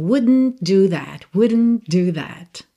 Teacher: É bem interessante reparar que wouldn't muitas vezes soa wouldn't. Do D você já puxa o N e fica um som para dentro mesmo